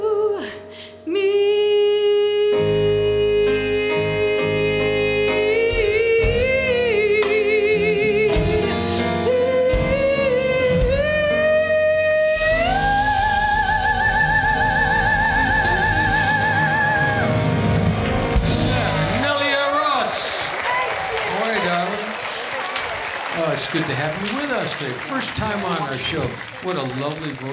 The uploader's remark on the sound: Live at the SouthPoint Casino.